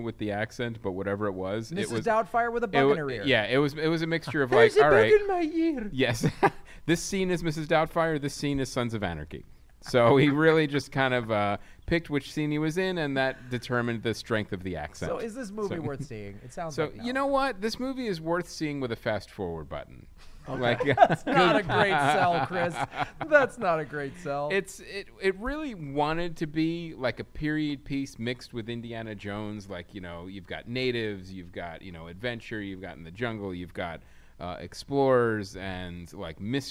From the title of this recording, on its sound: ATC Fest Live From Phoenix